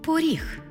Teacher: Звук «о» наближається до звуку «у», що ми позначимо в транскрипції.